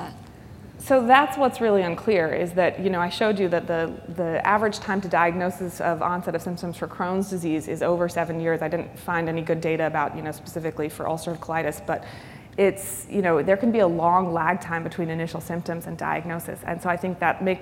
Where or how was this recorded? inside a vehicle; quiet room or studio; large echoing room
large echoing room